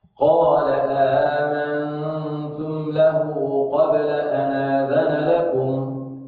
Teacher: هنا عندنا آمنتم قراءة أخرى، إذا مع يعني قصر البدل، مع قصر البدل سنقرأ هذه الهمزة المسهلة بحركتين مع قصر البدل